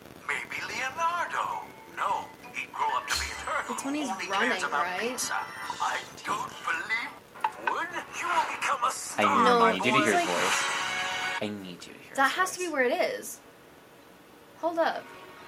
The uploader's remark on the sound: Im Sorry headphone users